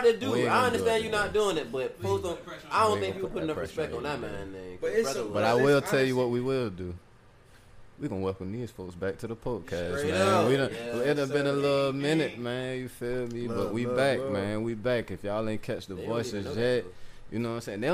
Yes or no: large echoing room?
no